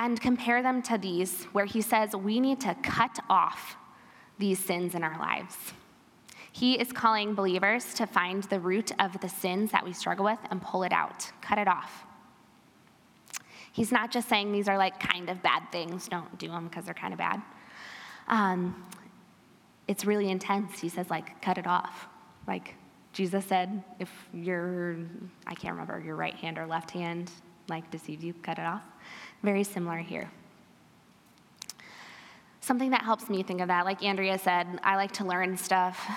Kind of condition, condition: setting, live audience